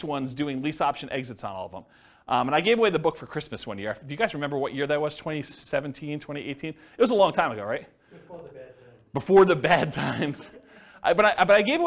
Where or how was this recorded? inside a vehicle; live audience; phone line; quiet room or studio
live audience